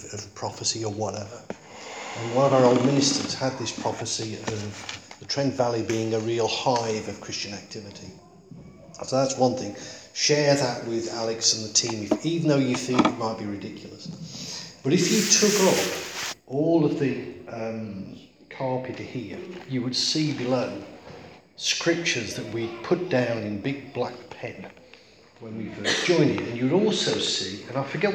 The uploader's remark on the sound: Recorded at Beacon Church 8th Jan 2017